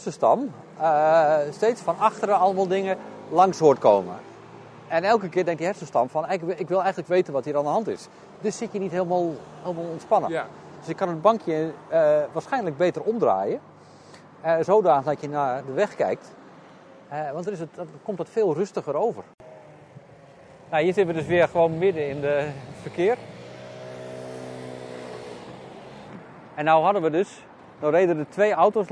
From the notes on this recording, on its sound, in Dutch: Neemt ons mee in een soundwalk door de binnenstad van Groningen.